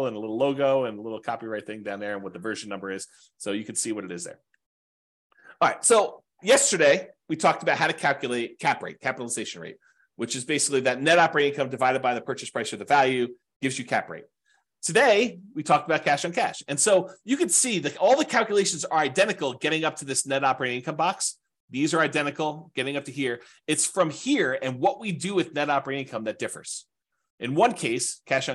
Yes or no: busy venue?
no